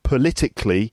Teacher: the stress is on the second syllable · Term: word stress